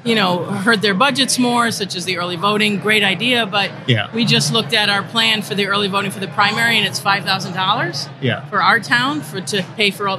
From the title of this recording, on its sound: Live from the State Capitol